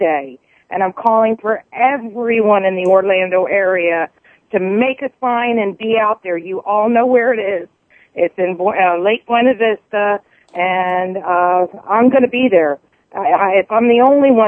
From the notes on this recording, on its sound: The phone lines are open again for fans to call in and voice their support of the ABC soaps.